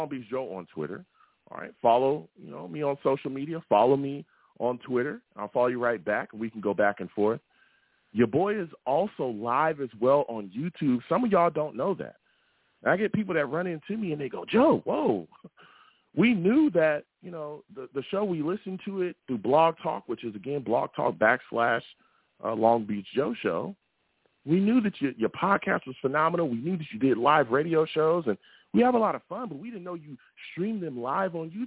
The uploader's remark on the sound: I take live callers!